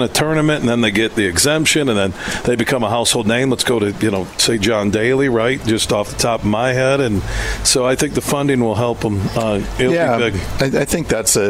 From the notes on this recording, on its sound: Broadcasting live from the Midland Country Club as the Dow Great Lakes Bay Invitational two-person event takes place this week.